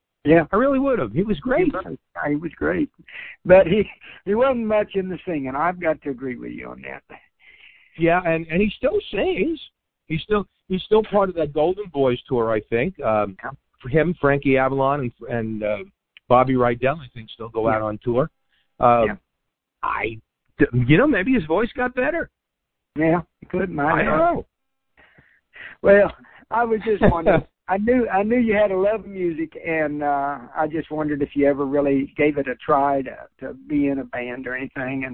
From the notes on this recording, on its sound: Semi Annual call in show. This week listeners call in to ask questions and comment on shows past and future.